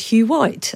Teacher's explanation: He didn't put a big stress on that H at the beginning of Hugh, you know, in British upper class terms, it might be Hugh, you know, with that breathy H.